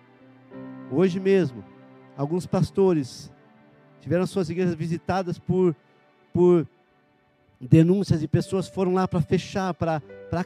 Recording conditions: large echoing room